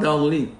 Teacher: ما تقولش ولض دالين، يعني تخلي الضاد دال